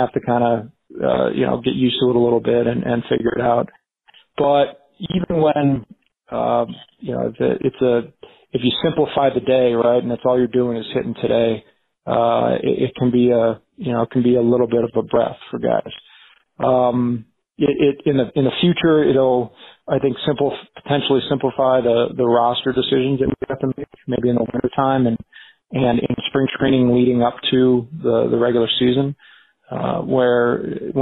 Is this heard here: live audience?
no